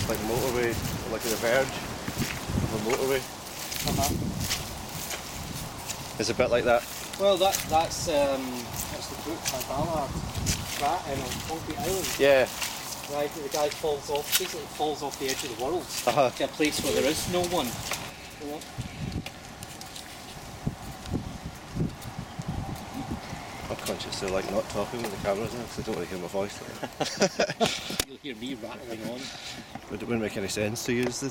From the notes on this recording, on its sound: So, a collage of inane chatter, warped soundscapes, weather, squelchy field recordings and Moor ore.